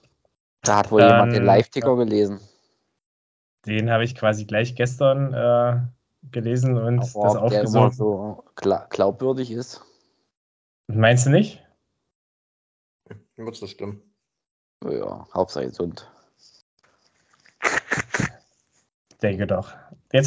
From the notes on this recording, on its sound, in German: Wir haben eine späte, übermüdete und digital aufgezeichnete Folge gemacht. Auch digital aufgezeichnet, mit allen Problemen, die es mit sich bringt, aber dafür war es doch solide.